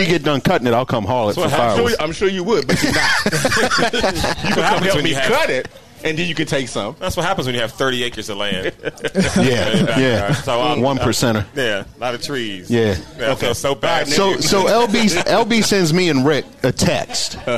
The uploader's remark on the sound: Live at the Greene Turtle. The Golf DMV Community gathered at the Greene Turtle in Burtonsville, MD for a live recording.